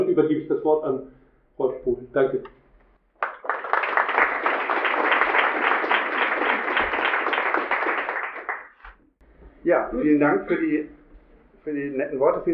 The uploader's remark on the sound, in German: Mitschnitt der Veranstaltung vom Dienstag, 23.04.19 im Café Knallhart, Hamburg